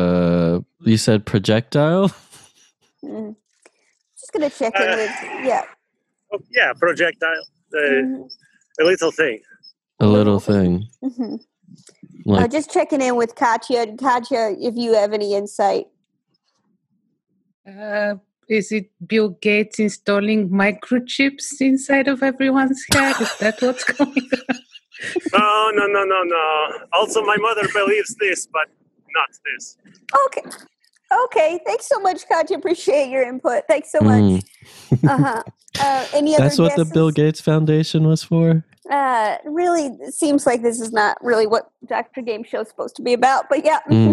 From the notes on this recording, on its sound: Play listener-created games with callers via Zoom!